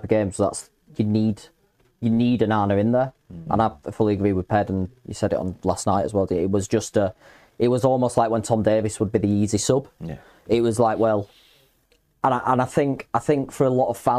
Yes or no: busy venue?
no